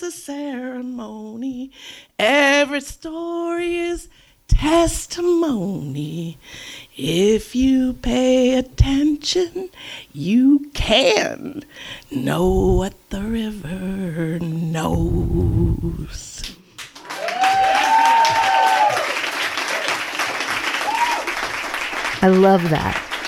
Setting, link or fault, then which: setting, live audience